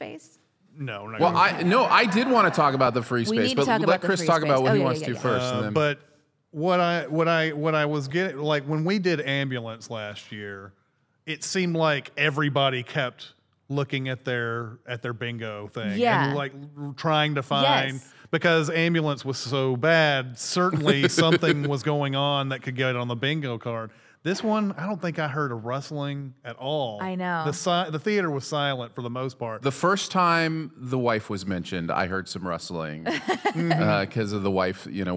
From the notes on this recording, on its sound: Live from SinWeek! Joined by the entire CinemaSins staff, live at SinWeek.